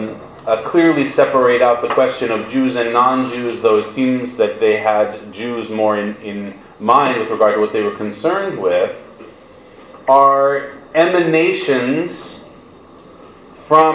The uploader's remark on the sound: This audio was originally recorded on 12/25/2017 as part of Drisha's Winter Week of Learning.